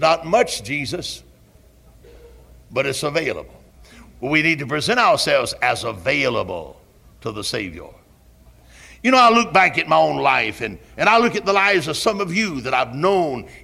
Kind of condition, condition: setting, large echoing room